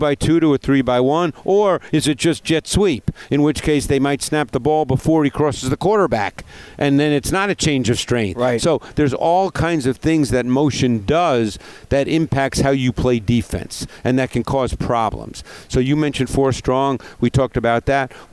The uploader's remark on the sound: live from the NFL Combine